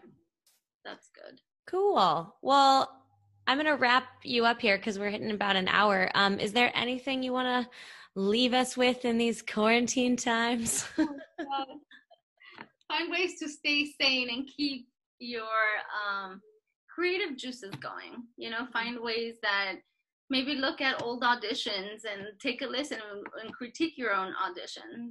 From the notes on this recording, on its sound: This episode was recorded via Zoom, thank you in advance for understanding our tech difficulties in this time!